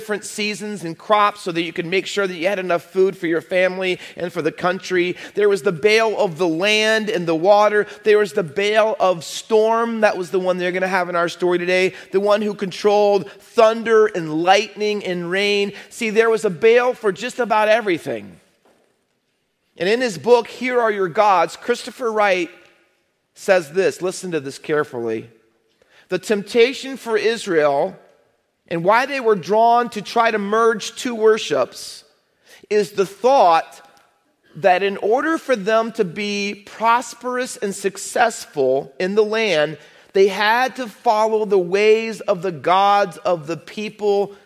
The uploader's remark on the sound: Faith Baptist Church in Hamilton, NJ.